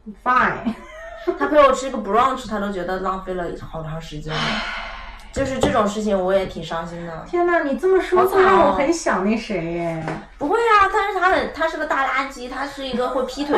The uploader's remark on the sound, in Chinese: 本期录制现场有一只异常活跃的柴，所以你会听到它的脚步声。